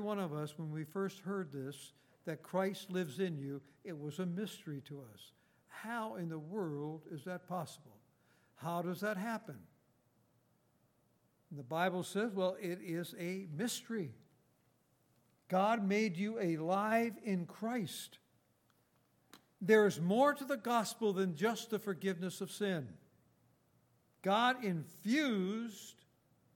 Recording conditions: large echoing room